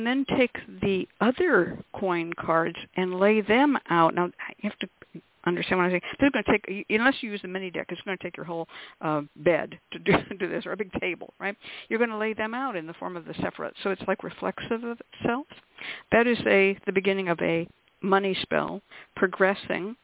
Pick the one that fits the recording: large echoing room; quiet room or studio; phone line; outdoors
phone line